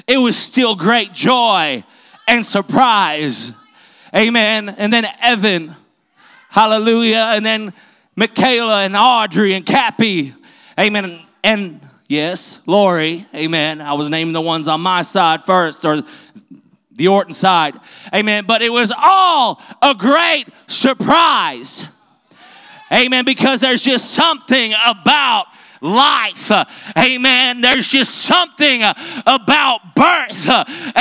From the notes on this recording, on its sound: This was recorded at Truth Apostolic Church in Madisonville, KY.